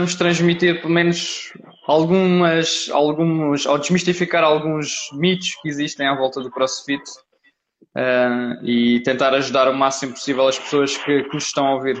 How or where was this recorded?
video call